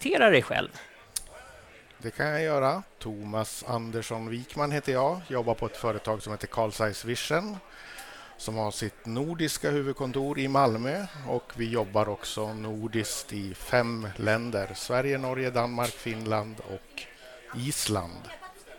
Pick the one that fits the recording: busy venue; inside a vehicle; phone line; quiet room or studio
busy venue